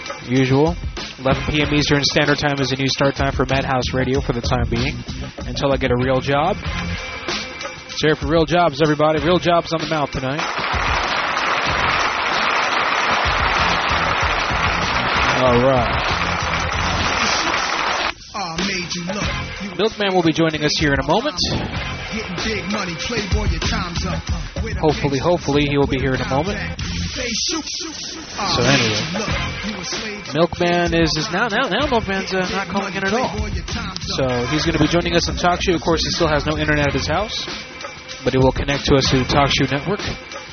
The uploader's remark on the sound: Prank Phone Calls